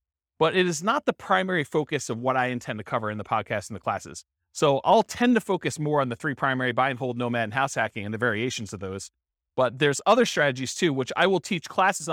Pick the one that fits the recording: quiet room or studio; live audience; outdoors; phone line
live audience